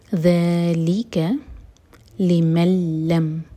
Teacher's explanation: یہاں پر نون نہیں پڑھیں گے، لام سے جوڑیں گے میم کو